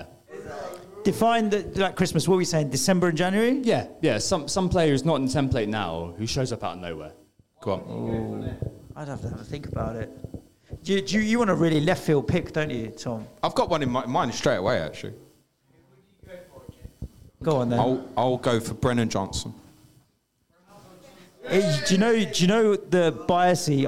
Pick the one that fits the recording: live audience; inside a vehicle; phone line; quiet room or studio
live audience